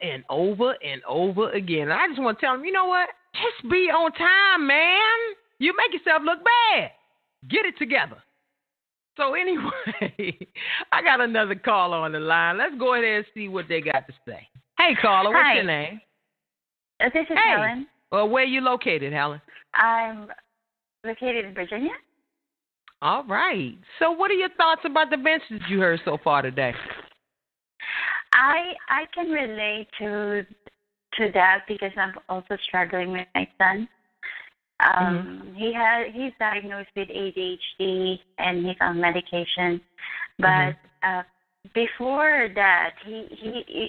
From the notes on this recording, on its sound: Two music artists who call in to vent about their challenges with becoming successful in the music business.